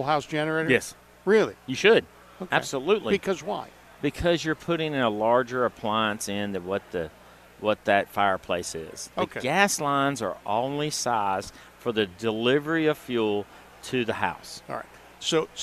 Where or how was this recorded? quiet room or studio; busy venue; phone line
busy venue